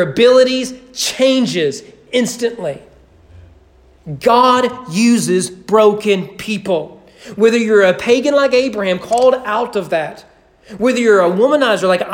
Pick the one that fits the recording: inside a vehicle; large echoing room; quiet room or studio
large echoing room